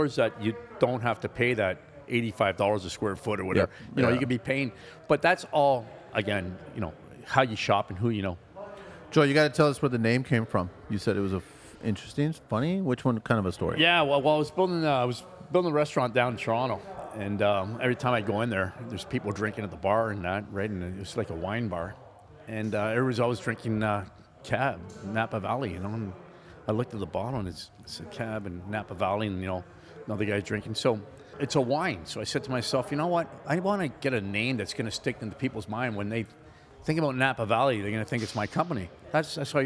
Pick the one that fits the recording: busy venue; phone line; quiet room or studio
busy venue